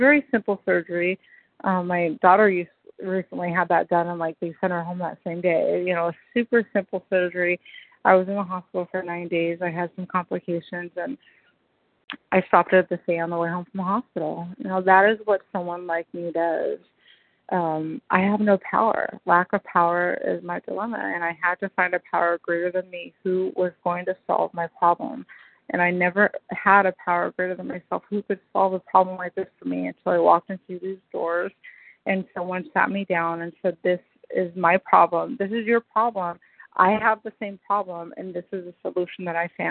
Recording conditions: phone line